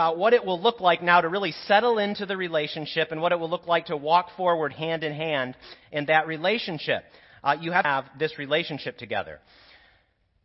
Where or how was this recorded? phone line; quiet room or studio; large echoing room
large echoing room